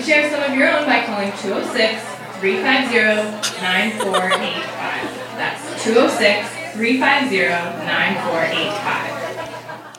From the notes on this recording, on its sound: Live From Chicago! Live from the GMan Tavern in Chicago.